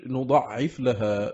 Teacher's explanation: بالنون وكسر العين وتشديدها من غير ألف. العذاب بالنصب، والباقون بالياء وفتح العين ورفع العذاب.